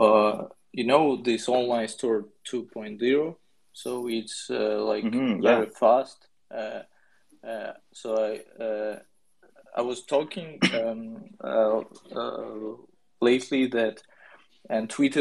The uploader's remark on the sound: The recording from the Twitter Spaces event